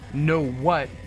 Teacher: two consecutive stressed syllables, no what, is kind of jarring and heavy